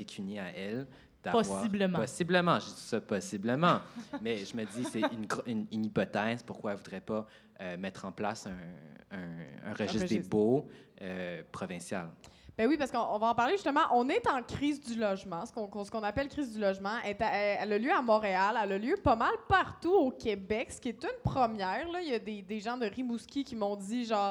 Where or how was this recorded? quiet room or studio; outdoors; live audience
live audience